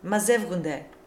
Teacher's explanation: the Epsilon Ypsilon is followed by a gamma, which is voiced. So Ypsilon becomes a voiced V sound